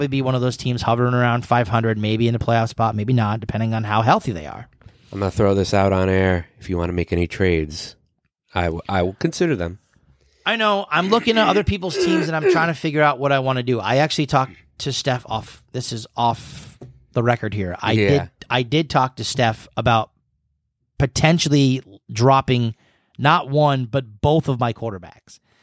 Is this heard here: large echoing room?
no